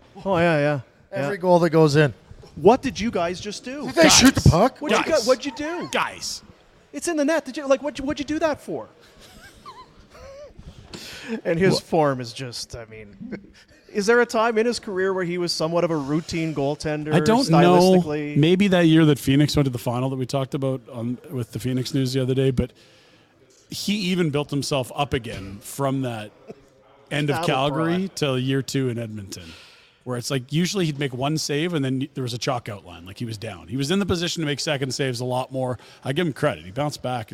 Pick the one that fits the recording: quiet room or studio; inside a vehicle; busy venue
busy venue